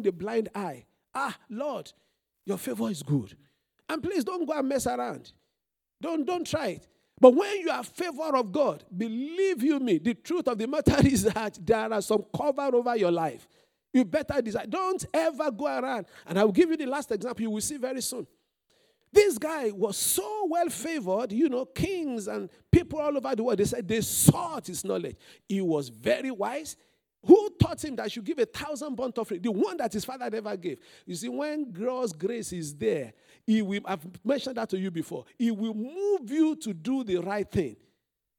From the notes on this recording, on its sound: This Sunday Service message preached